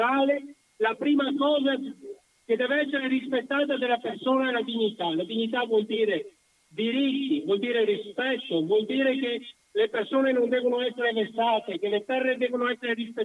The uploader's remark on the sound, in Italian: Al telefono